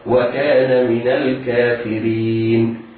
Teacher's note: نتخلص من التقاء الساكنين بفتح النون